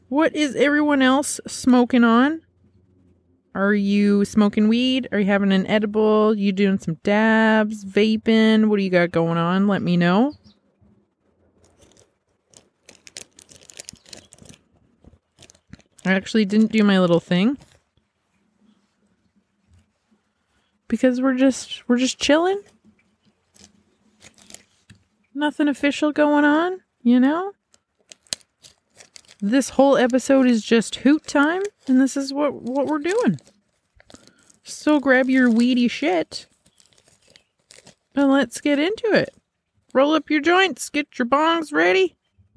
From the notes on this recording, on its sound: Outside Hoot Session. I get all my recording gear setup in my backyard. Relax to the soothing sounds of nature!